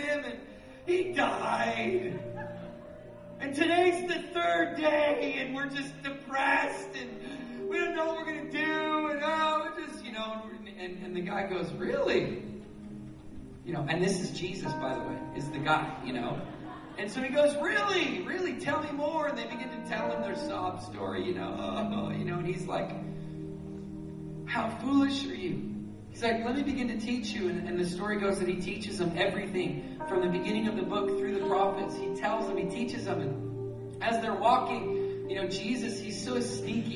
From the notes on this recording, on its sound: at Resurgence Edmonton on June 9, 2012